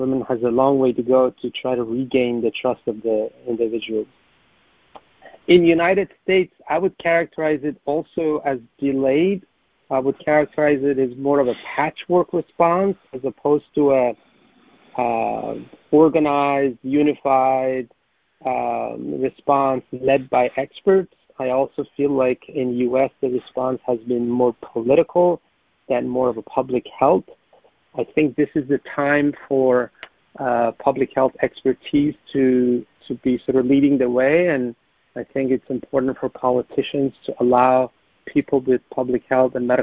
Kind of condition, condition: link, phone line